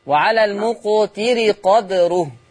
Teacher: ما تزودش كسرة الراء حتى لا تتولد ياء · Term: زمن الكسر